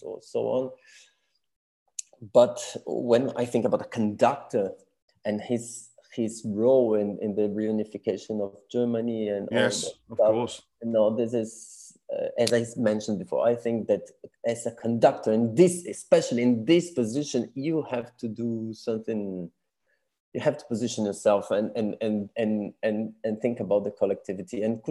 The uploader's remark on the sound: This interview was recorded on 2nd June 2022 via Zoom.